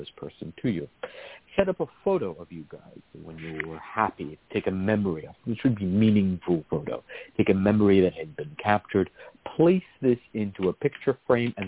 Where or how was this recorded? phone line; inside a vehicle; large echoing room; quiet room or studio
phone line